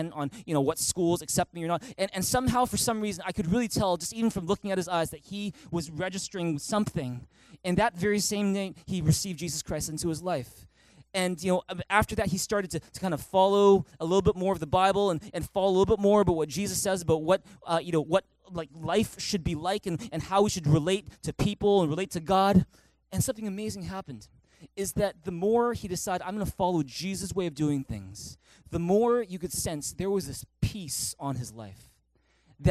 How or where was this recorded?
large echoing room